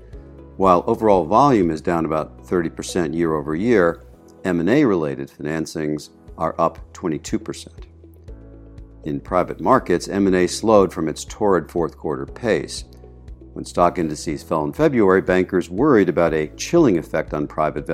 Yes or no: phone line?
no